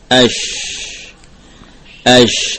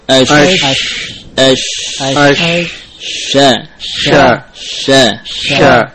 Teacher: Huruf Shin keluar dari makhraj yang sama dengan Ya wal Jim, yaitu dari wasatul lisan. Wasatul lisan, bagian tengah lidah, ma'a ma yuhadihi minal hanak, dengan bagian yang sejajar dengannya dari langit-langit.